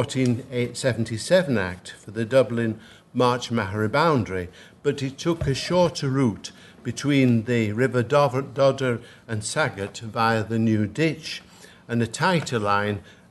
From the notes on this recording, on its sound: at the 2022 Tudor and Stuart Ireland Conference